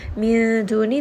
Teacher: Min duni, this is going to be ikhfa. Noon sakin is going to be hidden within the makhraj of the letter dal.